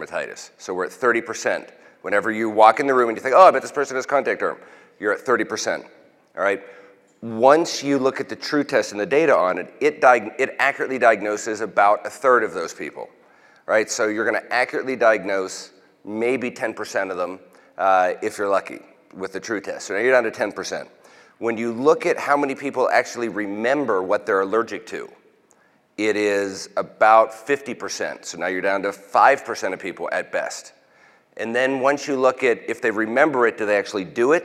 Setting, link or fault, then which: setting, large echoing room